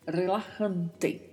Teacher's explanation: Quanto à pronúncia, temos mais uma vez o vibrato do R, temos as letras S pronunciadas com som de es e o som da letra J, a letra J que tem esse som vindo da garganta. E T ao final, não tem som de ti no espanhol, então não se fala relajante, não.